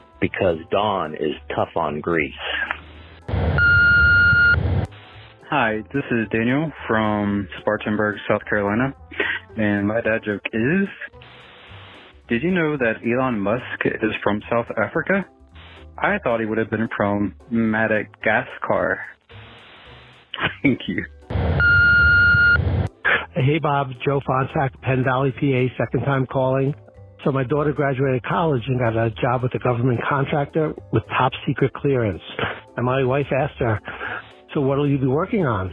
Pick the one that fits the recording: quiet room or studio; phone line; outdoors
phone line